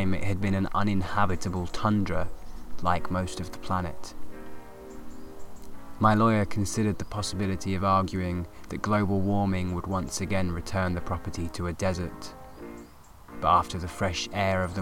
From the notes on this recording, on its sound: This episode recorded in a field with real live studio nature sounds!